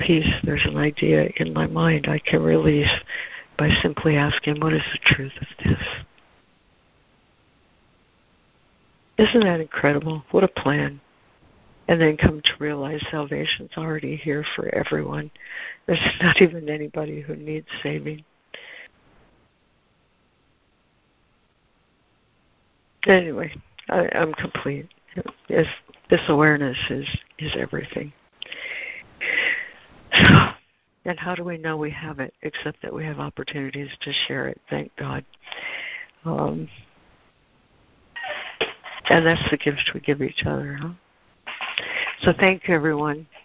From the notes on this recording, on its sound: ACIM Daily Conference Call